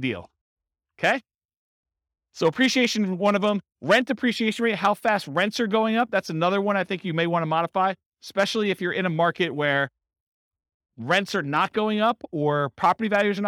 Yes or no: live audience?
yes